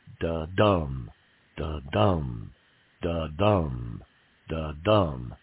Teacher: That's an iamb, or what's known as an iambic foot, is that pairing of an unaccented and accented syllable